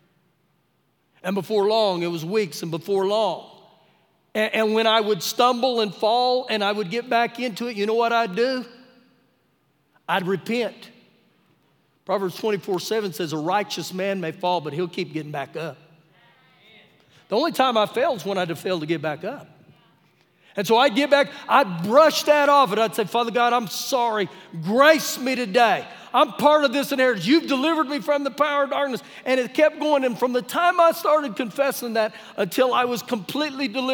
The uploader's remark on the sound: Recorded live during our Wednesday night service